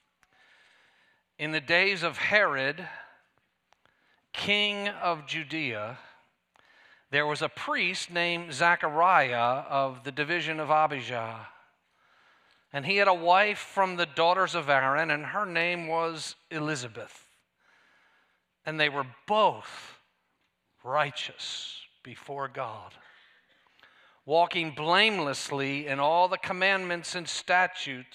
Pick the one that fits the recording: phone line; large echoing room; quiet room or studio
large echoing room